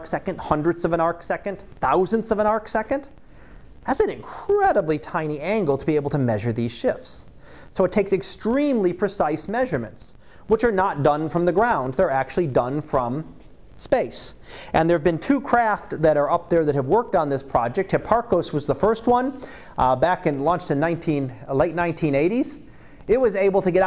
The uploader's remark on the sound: Live Class Lecture